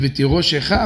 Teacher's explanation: תירושך, השין, זה שווה נע, כי זה אחרי תנועה גדולה, חולם זה תנועה גדולה.